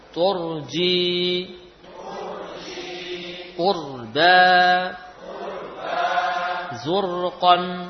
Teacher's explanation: Ra dibaca tebal jika di dhammah ru atau disukun sebelumnya dhammah ur, ya.